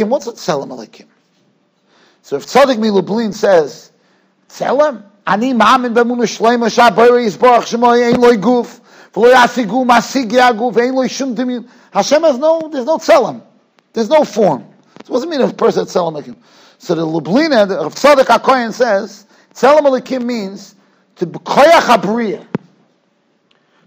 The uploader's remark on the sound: Shiur recorded in Yeshivas Ohr Reuven, Monsey, NY.